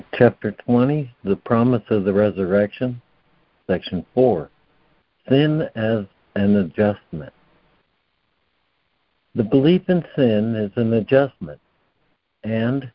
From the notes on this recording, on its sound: ACIM Daily Conference Call